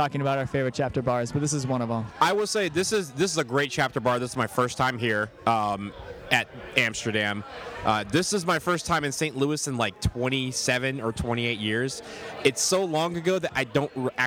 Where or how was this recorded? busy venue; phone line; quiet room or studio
busy venue